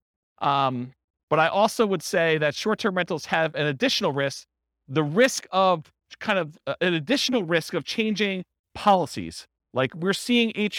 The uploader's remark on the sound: This was a live class recorded